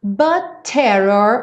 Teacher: but terror, um T só, então não dá tempo de falar but terror, takes the sound before you make it.